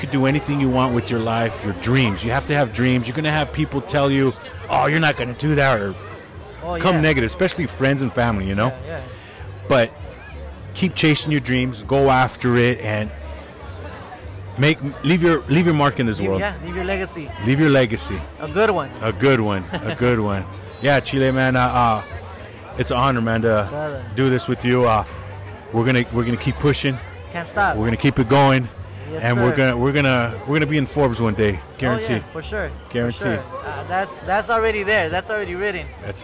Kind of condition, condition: setting, outdoors